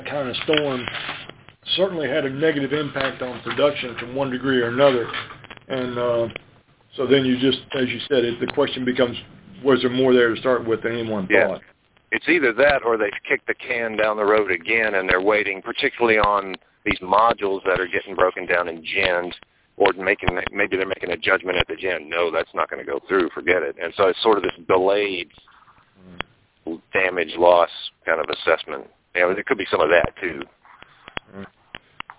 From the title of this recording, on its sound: Monthly Conference Call On Cotton